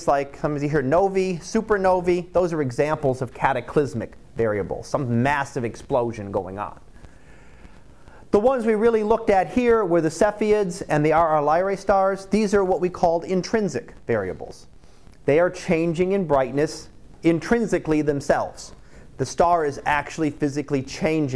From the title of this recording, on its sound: Live Class Lecture 2018 Oct 18